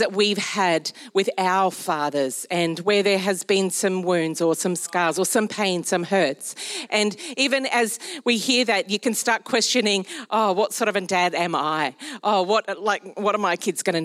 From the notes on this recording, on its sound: Recorded during our Melbourne East service